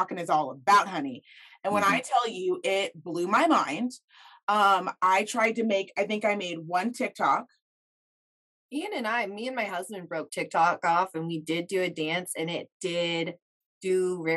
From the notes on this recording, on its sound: Sitting down via Zoom.